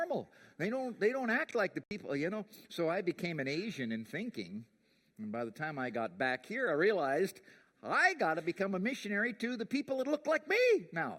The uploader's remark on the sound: preached at The Rock Church on Jan 5, 2020